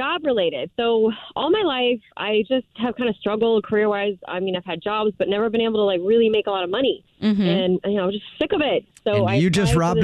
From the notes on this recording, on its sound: A Pass The Phone Prank